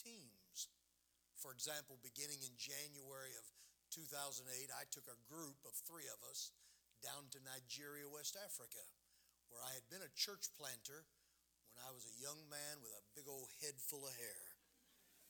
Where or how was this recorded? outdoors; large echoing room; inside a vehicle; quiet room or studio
large echoing room